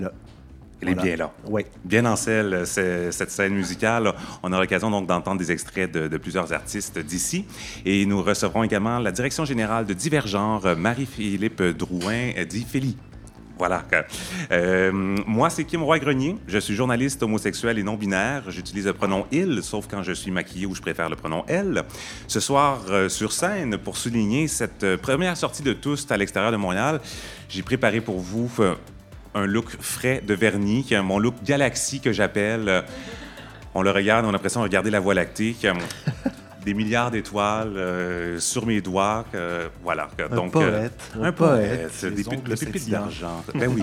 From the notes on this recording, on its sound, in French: émission spéciale enregistrée au Saint-Suave Librairie-Café à Québec